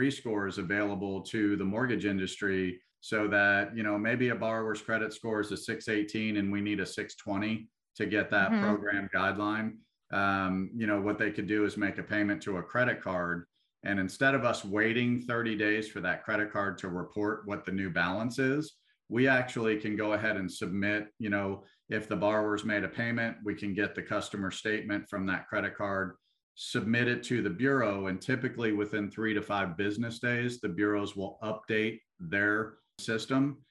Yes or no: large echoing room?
no